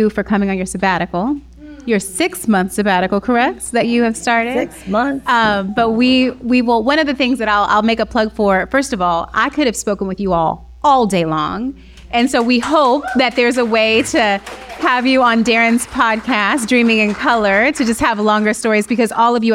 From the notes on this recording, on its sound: LIVE in New Orleans at Essence Fest! We journey down to New Orleans during Essence Fest for Bridgespan’s very first live episode recording.